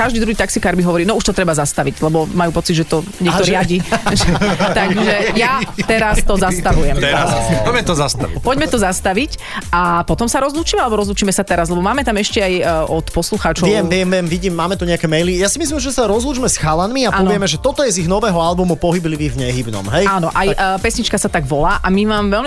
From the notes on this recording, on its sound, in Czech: Živý vstup do vysielania. Živý vstup z festivalu Hodokvas.